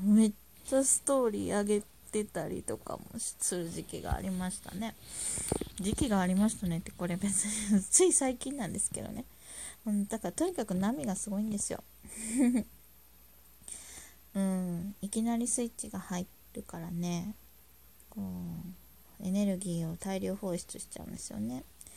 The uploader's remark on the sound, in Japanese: 雑音あり。音量注意。